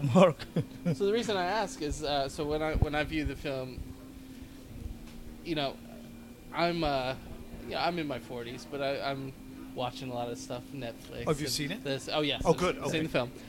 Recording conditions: busy venue